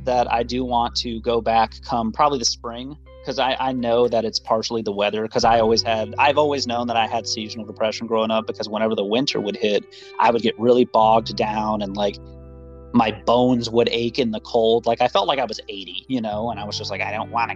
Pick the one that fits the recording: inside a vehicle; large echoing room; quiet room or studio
inside a vehicle